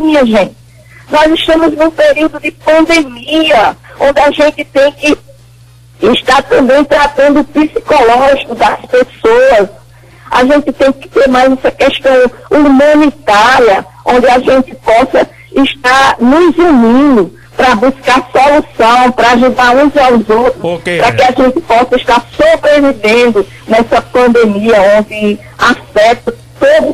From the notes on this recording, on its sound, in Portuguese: Participou por telefone no programa Comando Geral.